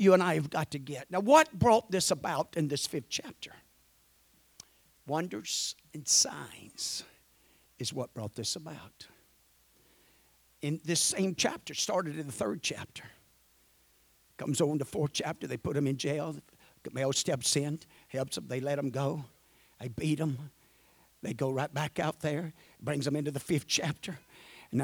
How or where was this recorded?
large echoing room